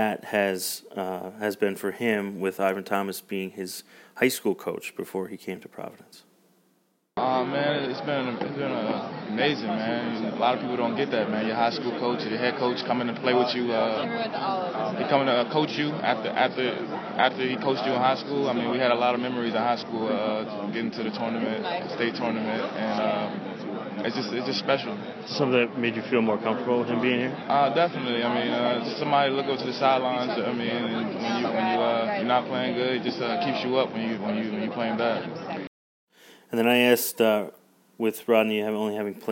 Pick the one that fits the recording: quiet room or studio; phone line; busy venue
busy venue